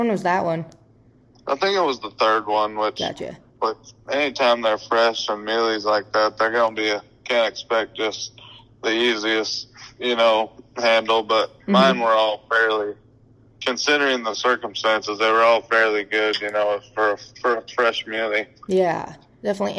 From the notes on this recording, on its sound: for a quick phone call interview